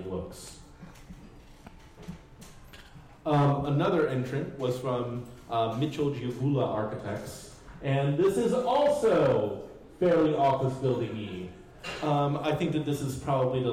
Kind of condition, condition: setting, live audience